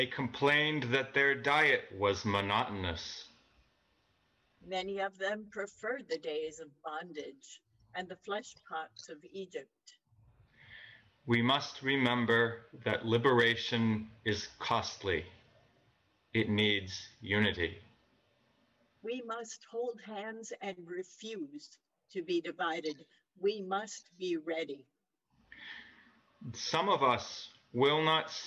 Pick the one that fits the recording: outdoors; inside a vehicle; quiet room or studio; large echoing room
large echoing room